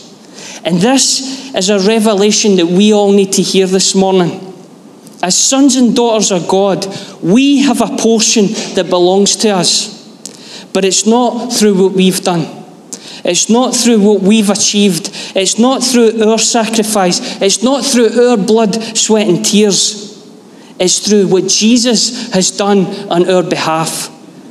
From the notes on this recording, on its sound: Live from our Sunday gathering on 18/06/23